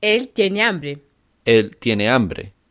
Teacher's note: So here, we see that the verb tiene ends in the vowel I, and that the next word, which is the noun hambre, begins with an H, and then the next letter is the vowel A. And because the H is silent, the I and the A fuse together